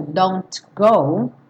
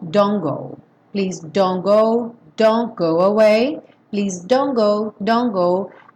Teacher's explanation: O importante aqui é esquecer o T. · Shown in: second take · Ao invés de falar don't go, mesmo estando correto, don't go, esse T está com som sequinho, oclusivo, porém não há espaço para ele na métrica da música.